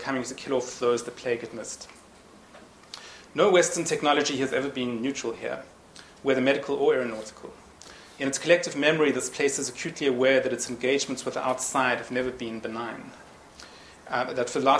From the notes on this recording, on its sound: Annual lecture held on 11th June 2010, Nissan Lecture Theatre, St Antony's College, Oxford University.